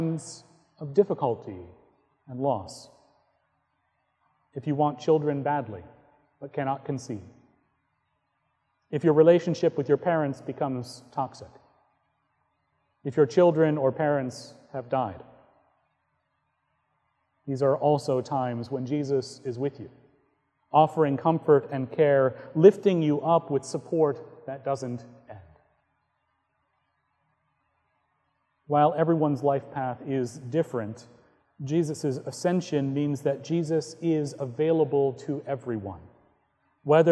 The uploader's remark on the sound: Recorded on May 13, 2018 at Trinity Presbyterian Church in Bixby, Okla.